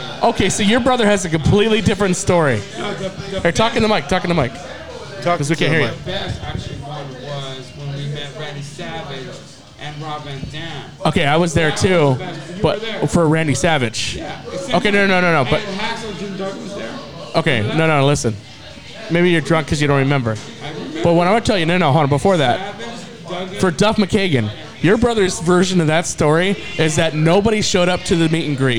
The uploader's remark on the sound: Booze and the Dudes Live from the 3 Iron Brewery